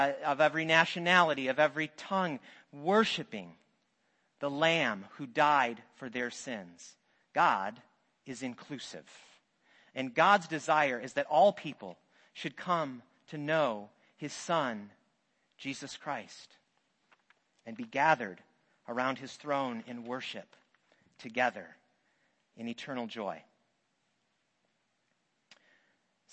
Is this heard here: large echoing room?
yes